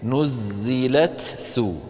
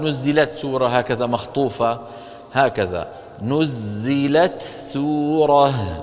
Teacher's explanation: نأتي بالتاء شديدة مهموسة · Shown in: first take · نزلت ثم نأتي بالسين نزلت سو.